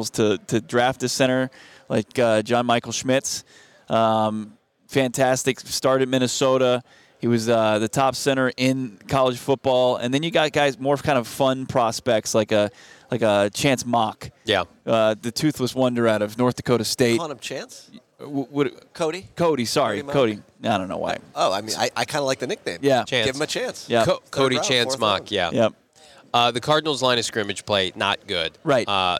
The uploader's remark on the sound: LIVE from the NFL Scouting Combine